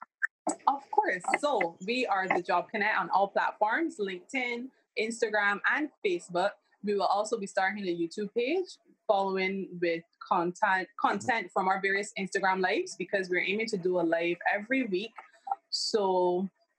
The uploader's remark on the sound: Sincere apologies for the sound quality in this episode.